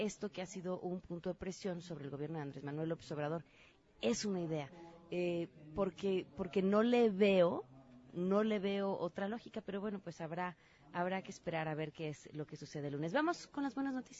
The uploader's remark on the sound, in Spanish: Transmisión desde la Fiesta del Libro y de la Rosa 2019. Transmisión desde el CCU.